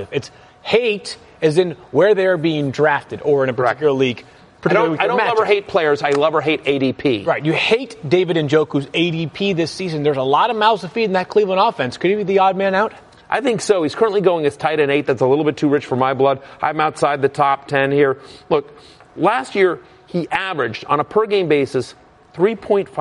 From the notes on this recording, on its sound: Live from the Fantasy Marathon